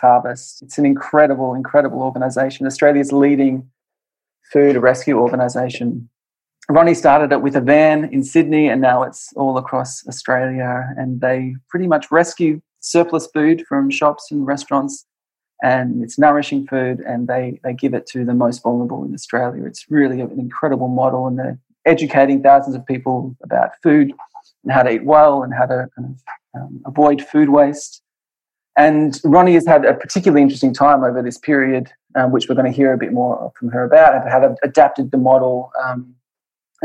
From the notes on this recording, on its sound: There was everything from beaming smiles to wet cheeks in the Zoom room this week